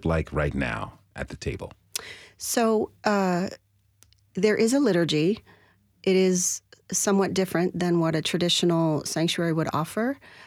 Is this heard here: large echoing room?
no